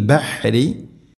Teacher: ബഹ്രി റായിനെ തർക്കീഖ് ചെയ്യണം, നേർപ്പിച്ച് കൊണ്ട് ഉച്ചരിക്കണം